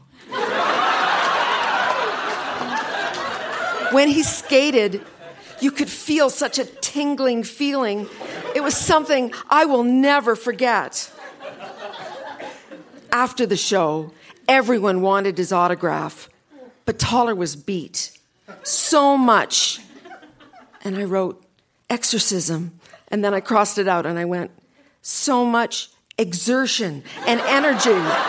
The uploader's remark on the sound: Recorded live at The Artesian in Regina.